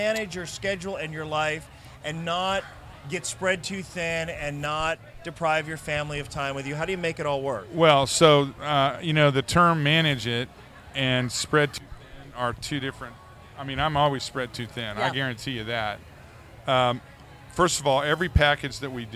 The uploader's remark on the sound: LIVE from Cattle Baron's Ball 2022. Recording live from the 49th Annual Cattle Baron's Ball at Southfork Ranch.